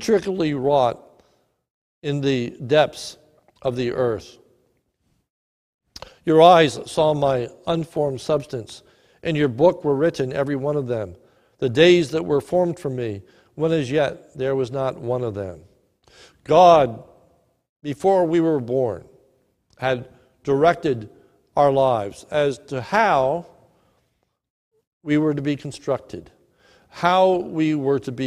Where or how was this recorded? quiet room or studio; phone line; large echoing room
large echoing room